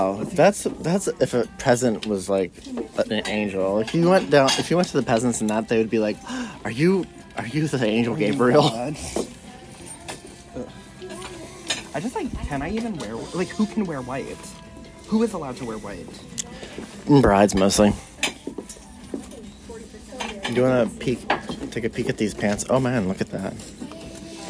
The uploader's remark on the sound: An historic series of recordings made LIVE AND ON SITE at the RITTENHOUSE SQUARE ANTHROPOLOGIE. I do not owe any of you editing out the dead air/diegetic sounds sections of this episode.